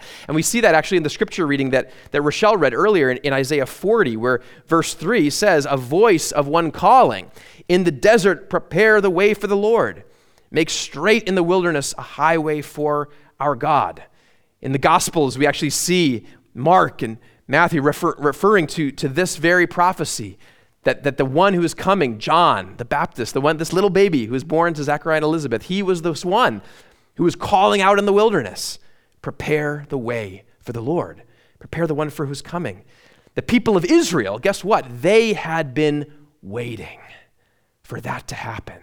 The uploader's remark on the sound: at Immanuel Lutheran Church in Pasadena, CA